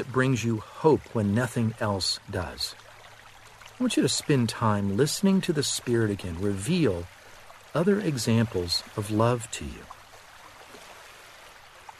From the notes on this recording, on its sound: Relax to the sounds of a river running.